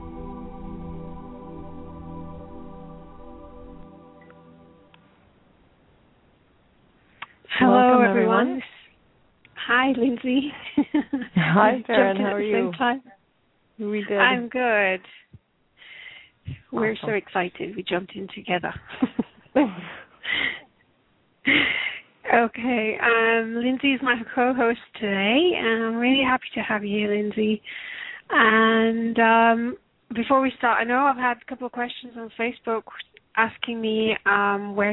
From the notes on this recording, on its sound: Takes your calls for healing live today!